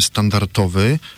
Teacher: to drugie D jest prawie niesłyszalne